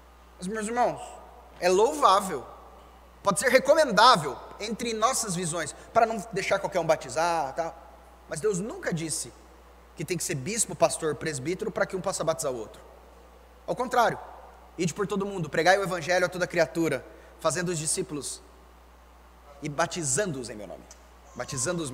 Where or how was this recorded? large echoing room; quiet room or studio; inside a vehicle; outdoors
large echoing room